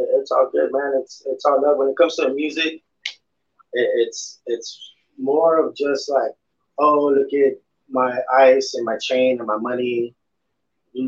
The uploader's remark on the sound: The connection was bad so sorry for the sound and the lagging